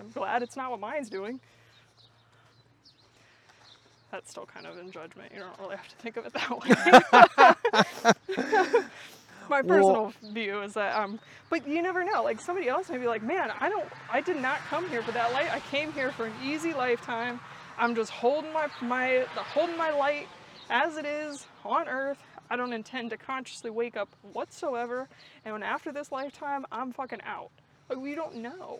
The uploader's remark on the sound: Listen in as we walk and talk.